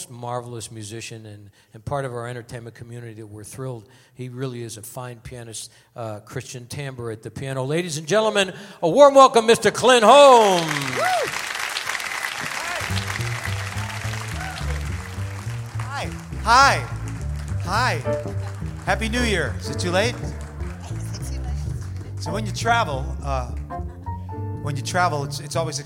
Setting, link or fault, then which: setting, busy venue